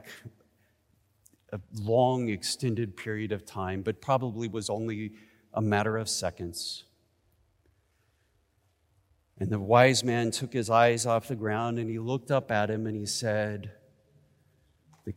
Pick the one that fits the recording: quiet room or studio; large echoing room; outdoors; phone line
large echoing room